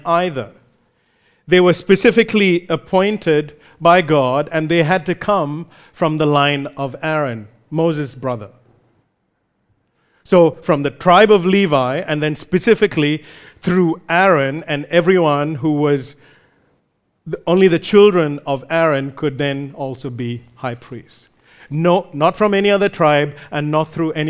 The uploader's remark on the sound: recorded live at Grace Community Bible Church